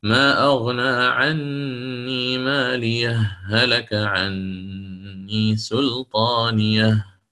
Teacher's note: عندما أتي بالوصل سيكون عندي متماثلين، هاء ساكنة وهاء متحركة، فيكون الإدغام